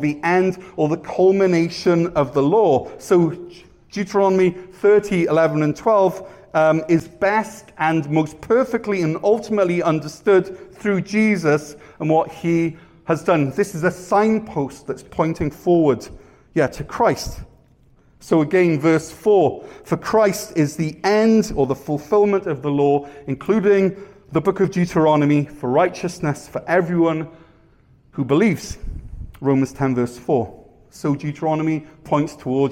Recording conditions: large echoing room